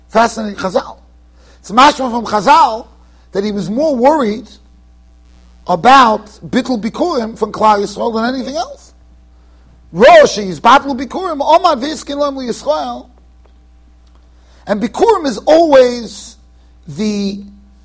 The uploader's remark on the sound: Shiur recorded in Yeshivas Ohr Reuven, Monsey NY.